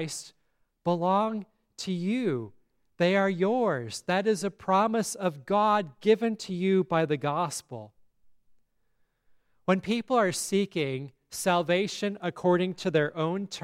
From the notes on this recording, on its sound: at Grace Lutheran Church, Lexington, MO